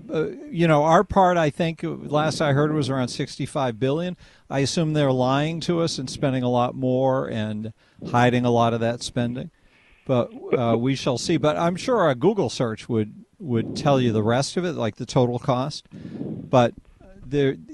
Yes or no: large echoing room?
no